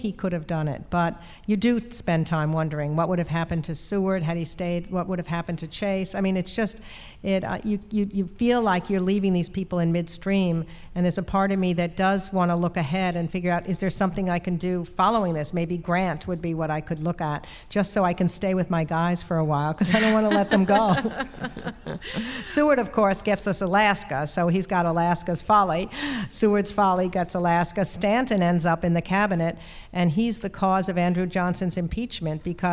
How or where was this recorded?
live audience